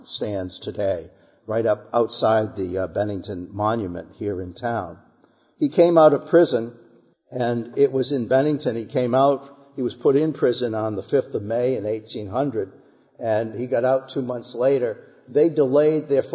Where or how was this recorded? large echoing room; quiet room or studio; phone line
large echoing room